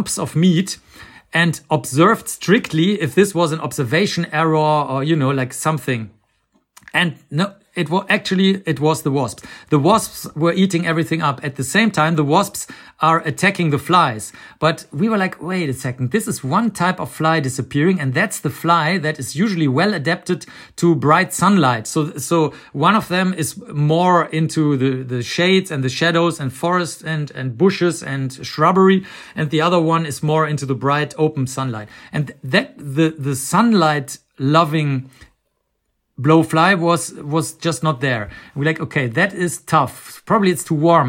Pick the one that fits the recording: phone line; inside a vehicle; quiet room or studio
quiet room or studio